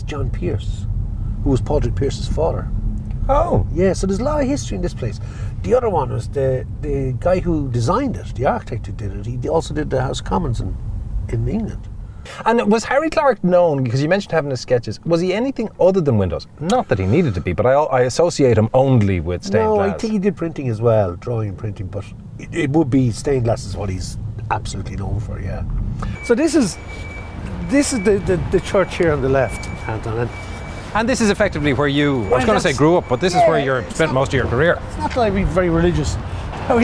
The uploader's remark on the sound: On the road. A chat and a drive through the heart of the Liberties in Dublin City.